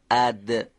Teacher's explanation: دال هم مثل ته دو نقطه انصدادیه، نازک هم تلفظ میشه، اما چون تارهای صوتی رو به ارتعاش در میاره میشه حرف دال